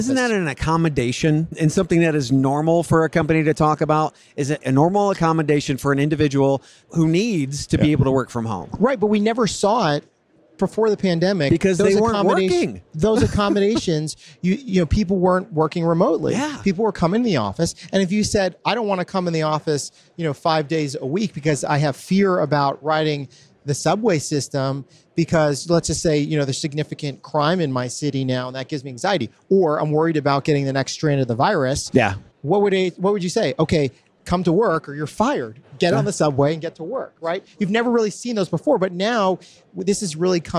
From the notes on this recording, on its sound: Recorded live at the HR Tech Conference from the Fuel50 booth in Las Vegas.